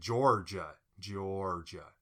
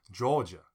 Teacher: my normal speaking voice is rhotic. So, after vowels, R's, I pronounce R's. · Shown in: first take